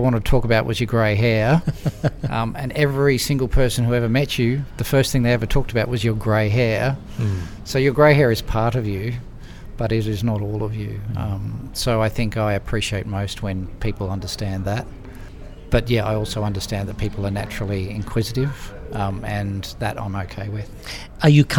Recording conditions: busy venue